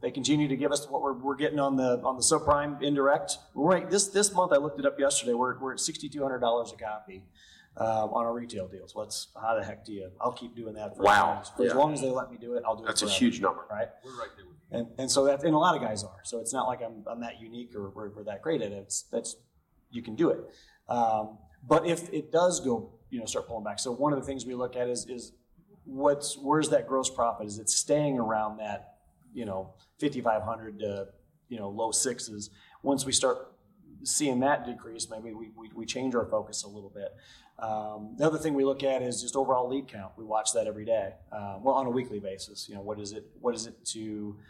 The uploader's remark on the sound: Dealer Panel Q&A Live From NIADA 2022.